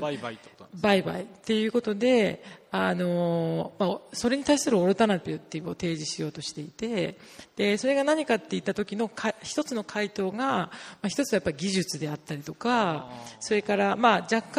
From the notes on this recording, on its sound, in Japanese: 森美術館でのアージェント・トーク、後半のQ&amp;Aを公開します。森美術館主催によるアージェント・トークにて。